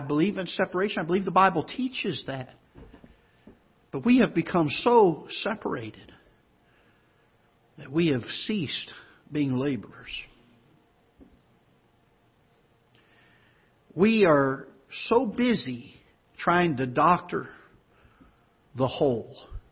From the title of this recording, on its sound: Ketha Heights Baptist Church ~ Live Broadcast